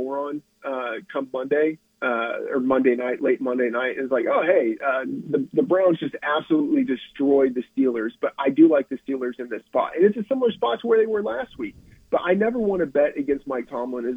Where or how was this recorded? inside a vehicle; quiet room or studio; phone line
phone line